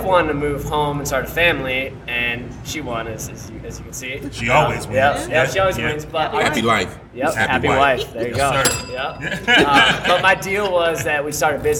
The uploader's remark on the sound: Live from Eastern Market Brewing.